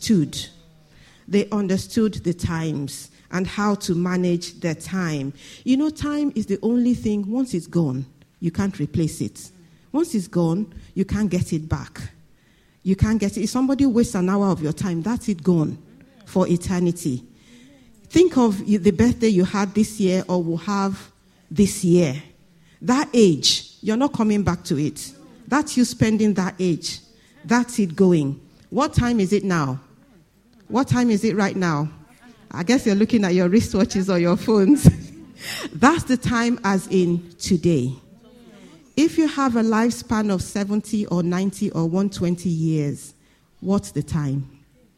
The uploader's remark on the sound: This Sunday Service message preached